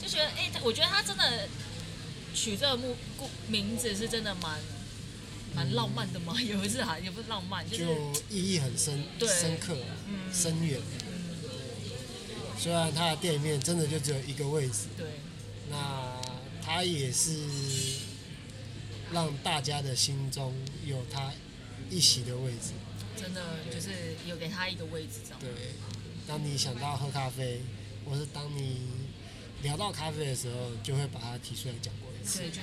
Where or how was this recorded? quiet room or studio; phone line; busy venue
busy venue